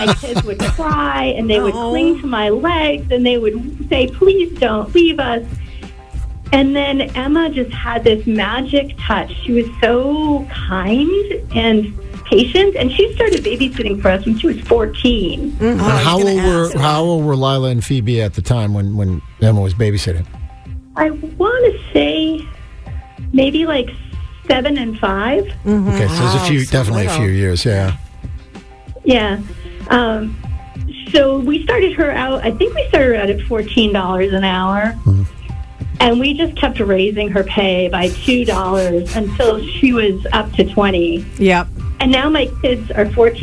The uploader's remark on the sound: Morning MAGIC. Called.